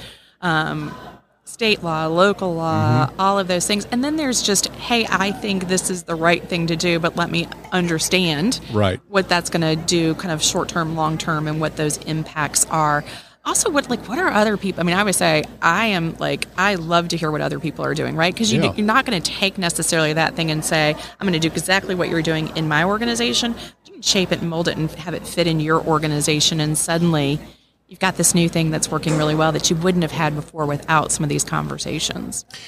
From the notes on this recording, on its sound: LIVE from SOAHR 2023. LIVE at the Business RadioX® remote at SOAHR 2023.